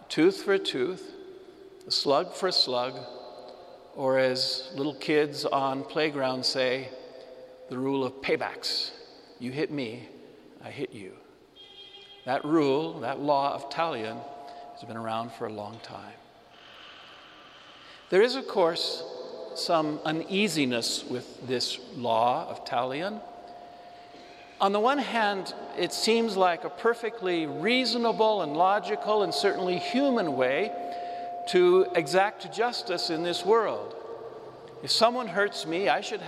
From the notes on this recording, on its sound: Homily delivered to the Saint Francis Assisi Catholic Community in Cuenca, Ecuador, Iglesia de San Francisco